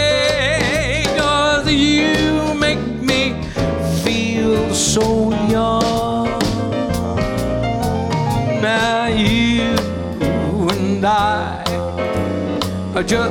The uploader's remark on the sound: Live at the South Point Casino.